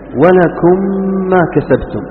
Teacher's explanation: الثاني إدغام بمثلها، ميم ساكنة بعدها ميم، ولكم ما كسبتم، هذا إدغام لابد من تشديد، وإذا شددت الميم ستظهر الغنة لأنها صارت ميم مشددة · Term: إدغام صغير